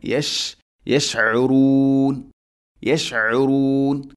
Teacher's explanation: ഷീൻ എന്ന അക്ഷരത്തിന് സുക്കൂൻ വരുമ്പോഴൊക്കെ, ഇനി അല്ലെങ്കിൽ ഫതഹ് കസ്ര ദമ്മ ആവട്ടെ, അതിനെ തഫഷി എന്ന് പറയും, പരത്തി കേൾക്കണം